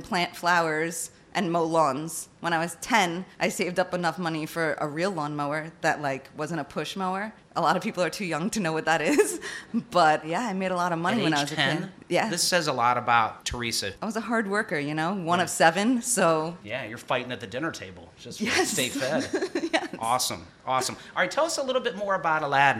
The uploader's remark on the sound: LIVE FROM CHICAGO. There’s nothing like a studio audience of more than 60 people, especially during the American Society of Baking’s annual BakingTECH conference in Chicago. From deep inside The Hilton Chicago.